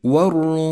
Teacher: اللام الشمسية تكتب ولا تلفظ، الراء مفخمة لأنها مضمومة لونت بالأزرق الغامق، الميم مشددة تحتاج إلى غنة زمنها حركتان.